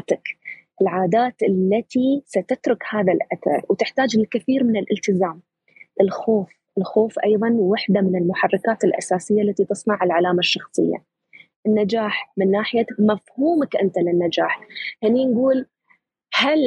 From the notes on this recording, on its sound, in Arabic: تسجيل لمساحة ابن رشد الأسبوعية على منصة تويتر